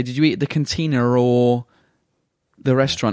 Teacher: in British English, we have this thing called the intrusive R, which is how we link vowel sounds to other vowel sounds.